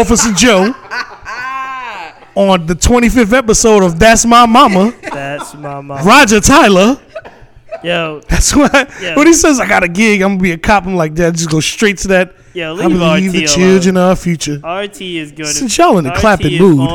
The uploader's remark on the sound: Live from Brewer's Café in Richmond, VA.